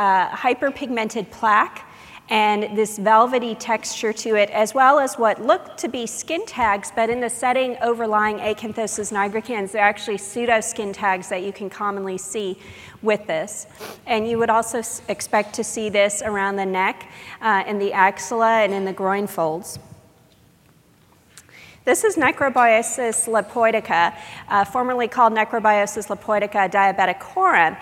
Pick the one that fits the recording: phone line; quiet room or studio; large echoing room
large echoing room